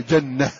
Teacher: فالكل يقف عليها بالهاء